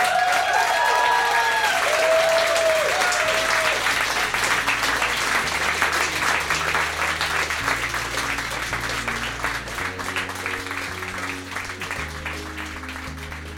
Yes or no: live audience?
yes